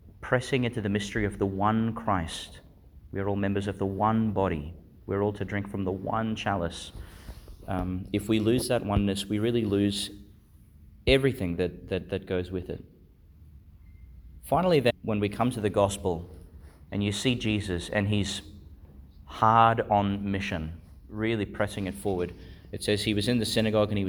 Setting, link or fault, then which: setting, large echoing room